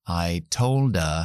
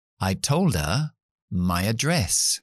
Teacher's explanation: Fíjate cómo uno la de con la E, con la schwa larga.